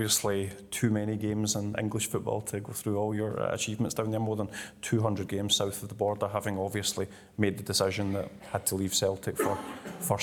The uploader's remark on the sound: A live Q & A event. At DC Thomson HQ in Dundee.